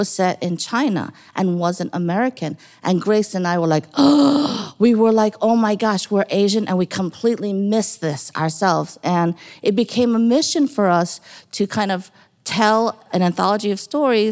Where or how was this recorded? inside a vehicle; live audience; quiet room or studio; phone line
live audience